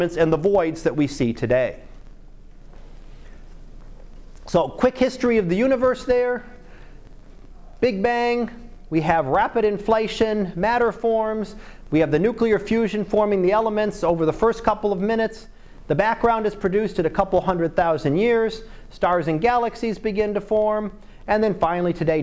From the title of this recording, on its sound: Live Class Lecture